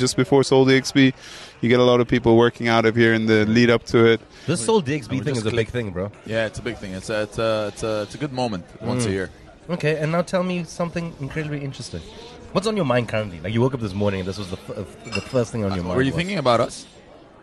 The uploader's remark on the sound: Here is the second part of the recording at One Life Cafe in Dubai.